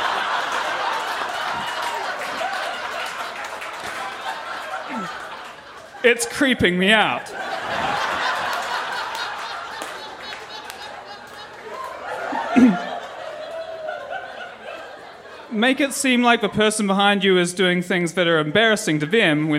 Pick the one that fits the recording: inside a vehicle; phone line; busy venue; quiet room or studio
busy venue